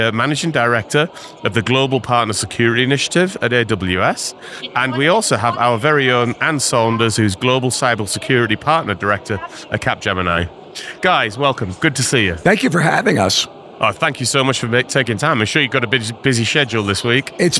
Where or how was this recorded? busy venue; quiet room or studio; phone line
busy venue